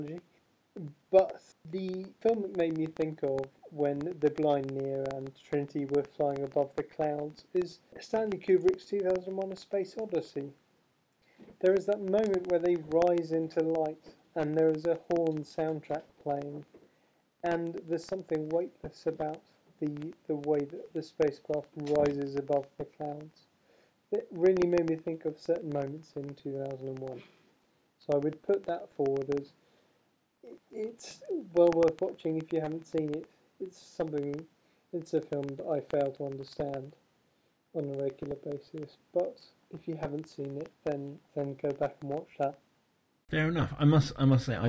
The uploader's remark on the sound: Audio issues abound this week, I'm afraid